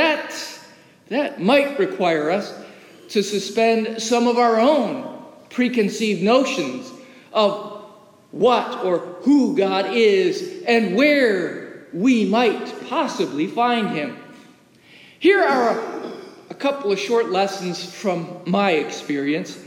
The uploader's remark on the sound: As recorded live in the historic, 318-year-old sanctuary of (Old) Rehoboth, the "Birthplace of American Presbyterianism".